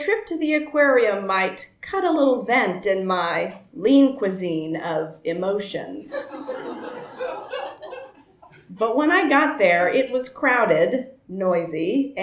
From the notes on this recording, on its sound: Tenx9 is s a live storytelling evening held in Belfast's Black Box. Nine people with up to ten minute to tell a true story from their own life.